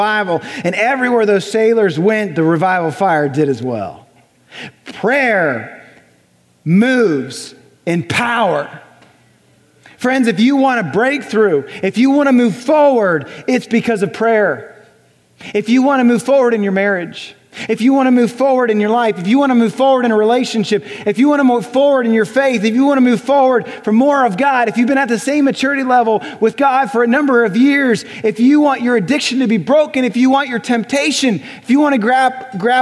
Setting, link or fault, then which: setting, large echoing room